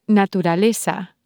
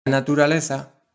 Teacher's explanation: The Z is pronounced like th in the English word think. · Shown in: second take · So instead of naturaleza, you'll hear naturaleza.